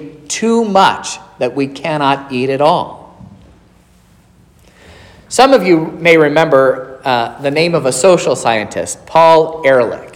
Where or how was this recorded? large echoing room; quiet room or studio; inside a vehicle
large echoing room